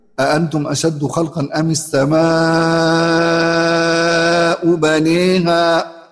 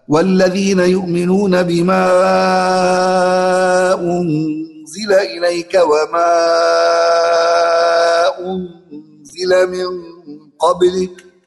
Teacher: المد المنفصل والمد المتصل يمدهما حمزة بالإشباع يعني بمقدار 6 حركات · Term: المد المتصل والمد المنفصل